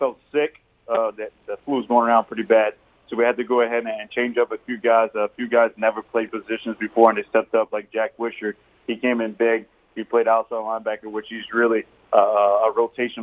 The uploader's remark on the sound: go to the phone lines